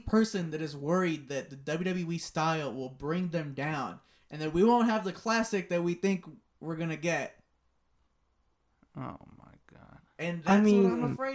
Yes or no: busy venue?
no